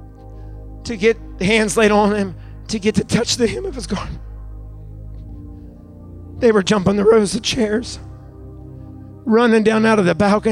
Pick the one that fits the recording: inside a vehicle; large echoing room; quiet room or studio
large echoing room